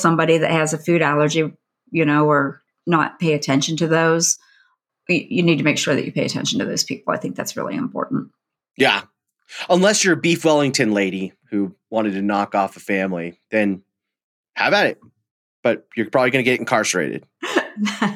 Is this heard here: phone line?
no